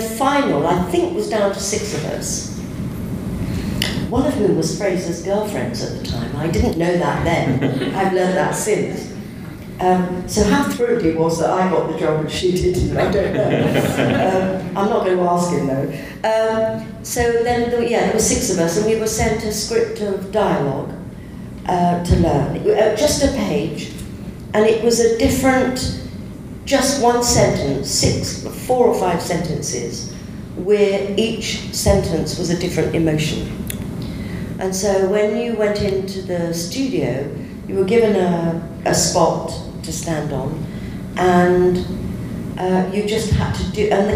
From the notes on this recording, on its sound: With some help from a live audience at Console Room 2016!